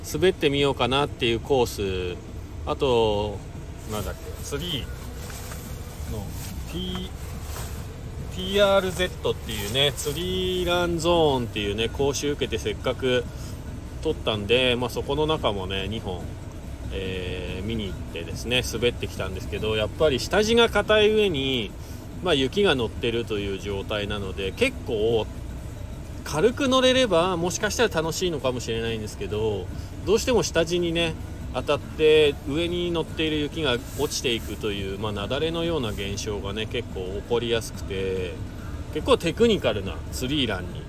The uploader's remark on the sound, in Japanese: 本日、白馬４７スキー場から パウダー求めて白馬さのさかスキー場にハシゴして 滑り終了後 車の中から。